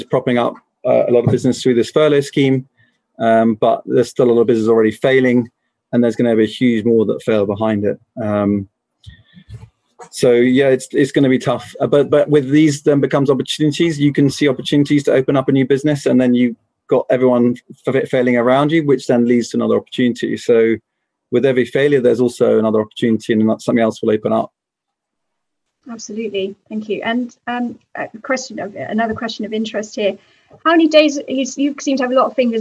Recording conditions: video call